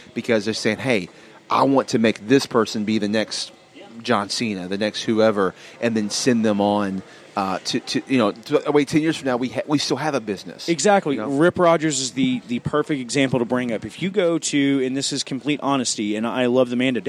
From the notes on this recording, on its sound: LIVE at the OVW Combine. LIVE at the First Annual OVW Combine.